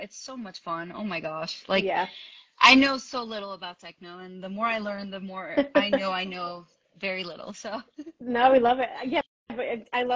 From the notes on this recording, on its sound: Live Q&A. Joining me on this IG live.